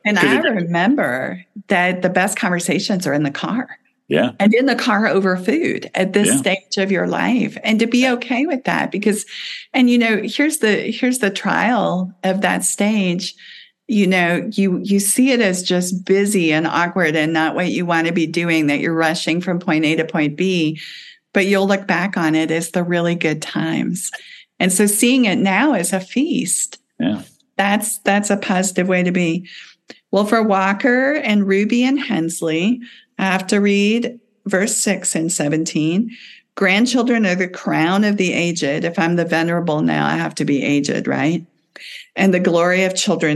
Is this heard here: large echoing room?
no